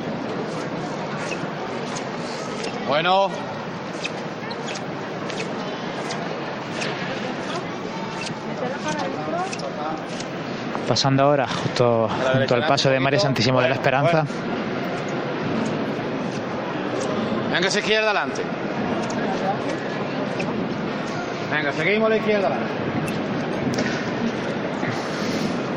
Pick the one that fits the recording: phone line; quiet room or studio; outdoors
outdoors